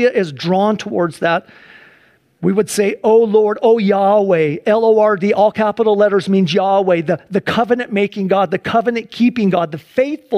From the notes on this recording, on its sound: Sunday church service livestream